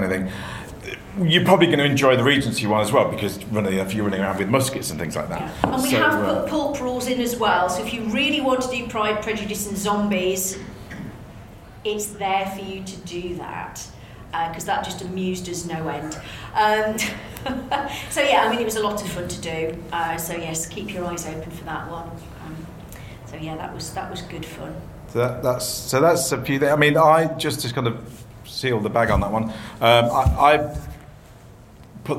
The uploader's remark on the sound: Special: Call of Cthulhu 40th Anniversary Panel at Dragonmeet 2021. We’re back with another special live episode!